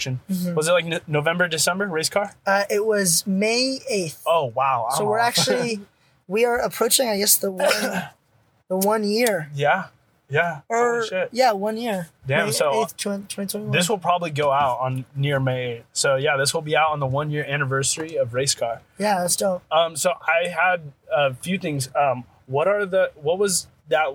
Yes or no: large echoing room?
no